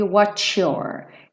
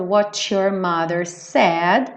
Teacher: palavra que termina com T, seguido de you ou your. Esse T acaba virando cha-cha-cha.